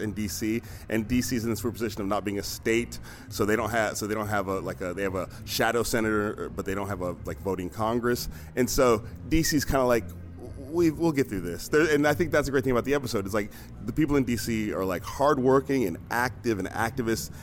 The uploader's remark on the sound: On the SF Film Festival red carpet prior to his fourth season premiere of United Shades of America at the historical Grand Lake Theater in Oakland.